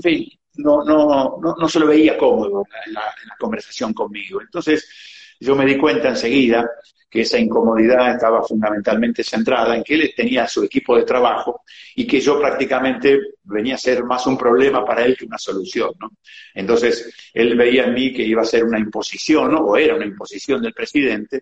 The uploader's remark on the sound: VIA INSTAGRAM LIVE